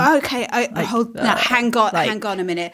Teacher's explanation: at the end of the sentence you end up sort of dropping down into something that's kind of croaky at the end · Term: vocal fry